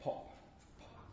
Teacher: we have complete stricture, at least for a short period of time. And that's, in fact, what we call plosives.